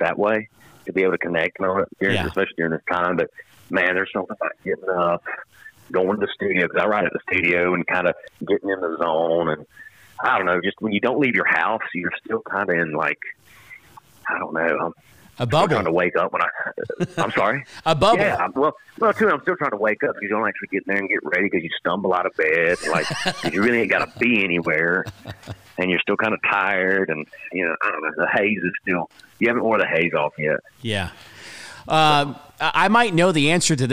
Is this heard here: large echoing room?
no